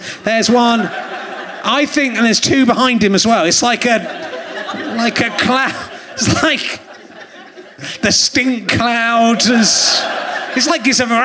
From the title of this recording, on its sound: Leicester Square Theatre Podcast